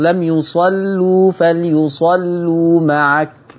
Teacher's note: فانتبهي إلى ترقيق اللامات لأنها هنا مضمومة فقدت الشرط